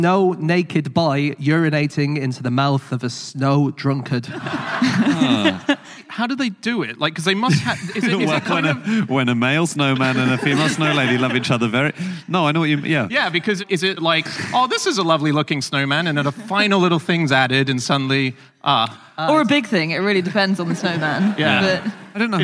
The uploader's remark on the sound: Live from the Brighton Comedy Festival